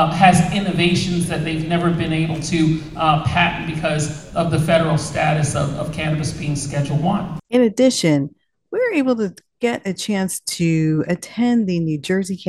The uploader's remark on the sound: Two reports on location at Mj UNPacked in Detroit Michigan.